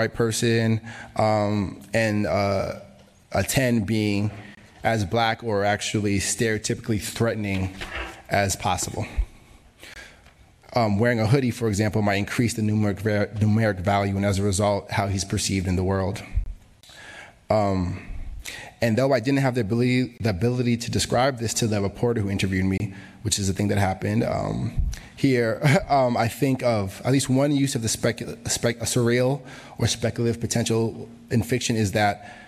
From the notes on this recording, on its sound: was recorded at the 2022 Tin House Summer Workshop